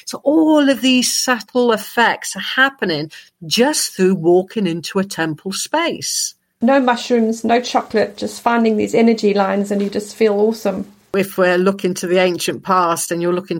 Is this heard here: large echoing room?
no